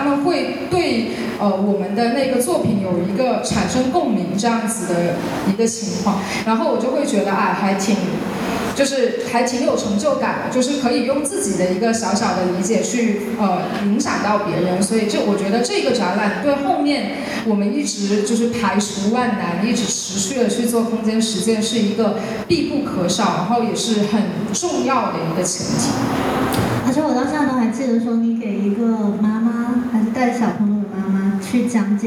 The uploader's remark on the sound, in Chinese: 本期是「园游会」展览的开幕分享会录音